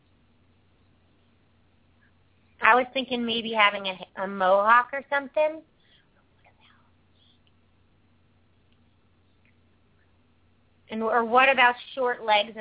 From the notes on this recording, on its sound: open up the lines for listeners to call